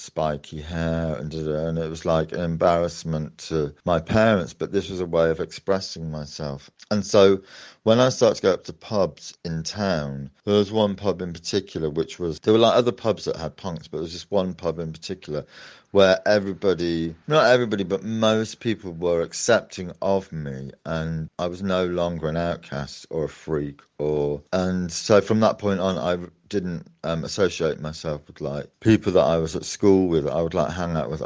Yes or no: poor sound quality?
no